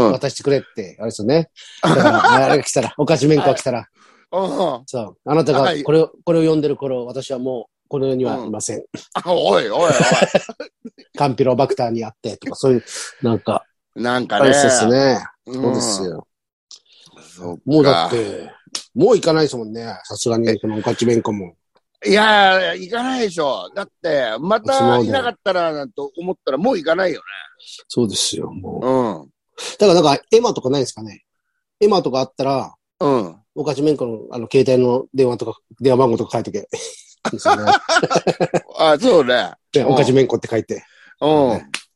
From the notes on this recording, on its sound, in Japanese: ZOOMで収録